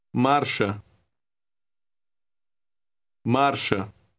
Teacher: Word 9 has an R in the middle. It is a rolling R, but pronounced very lightly.